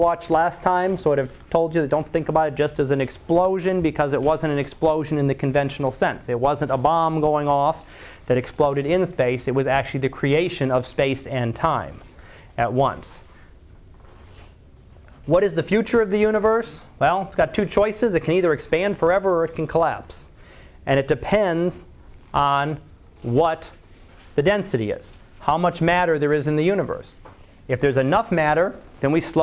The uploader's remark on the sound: Live Class Lecture